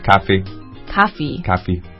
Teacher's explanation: 就是 O 和 AU 的这个不太分啊